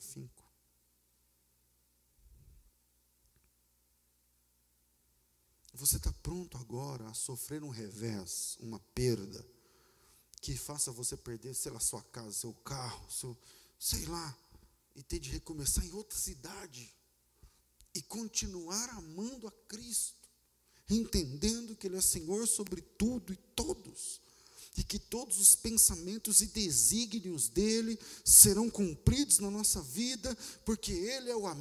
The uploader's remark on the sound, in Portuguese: Culto ao vivo